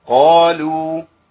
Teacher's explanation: القاف هنا قوية في أعلى مراتبها، قاف مفتوحة بعدها ألف · Term: التفخيم